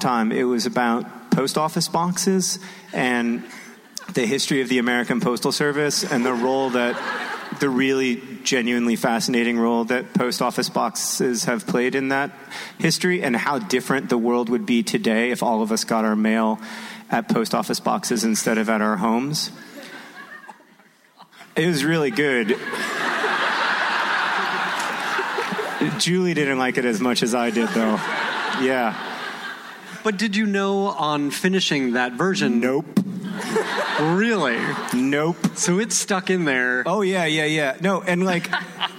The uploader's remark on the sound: Recorded at NerdCon: Stories in Minneapolis, MN on October 14, 2016.